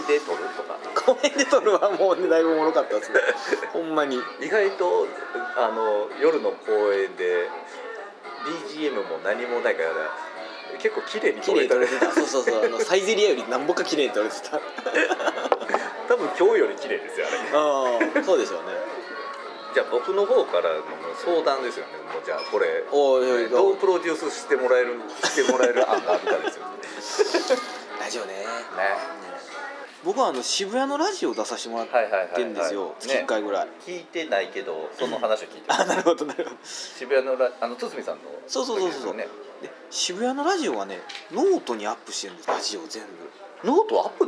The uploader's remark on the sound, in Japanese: ビジネスサロンでの収録なので周りガヤガヤしています。